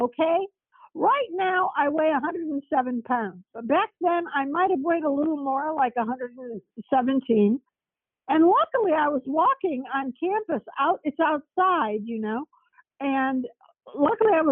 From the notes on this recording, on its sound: This phone interview is being released uncut and with no promos or sponsors.